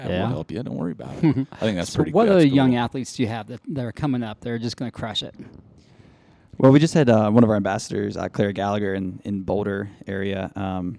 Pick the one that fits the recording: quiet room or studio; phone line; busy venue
busy venue